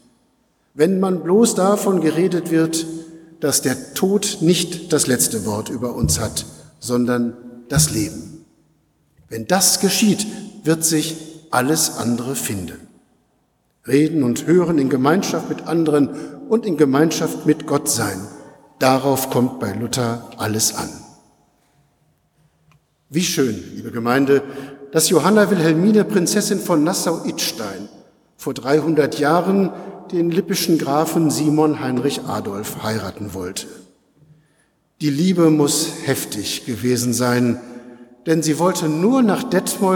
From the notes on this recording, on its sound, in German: Predigt-im-Festgottesdienst-300-Jahre-lutherische-Gemeinde-Detmold.